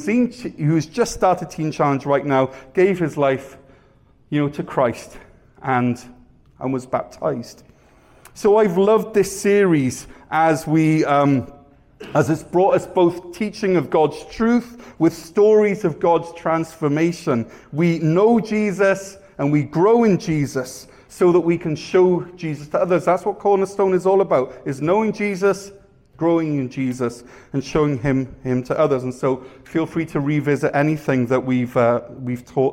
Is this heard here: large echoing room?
yes